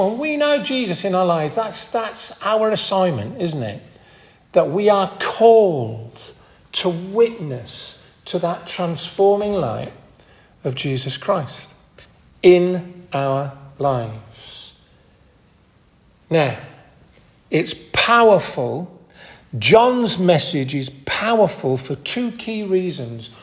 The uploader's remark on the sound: This audio recording was taken at the 10:30 Communion service at Hardraw Church, , North Yorkshire.